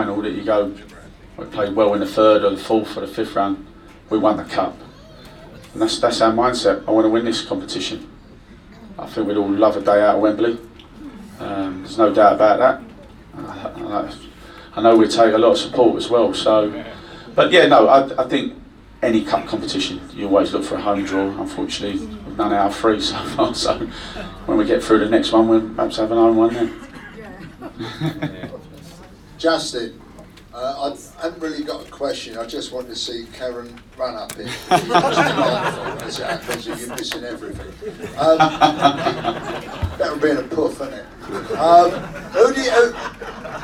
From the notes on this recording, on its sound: Was recorded in the Supporters Club on Monday 15th January. Spoke to a live audience of Leyton Orient fans.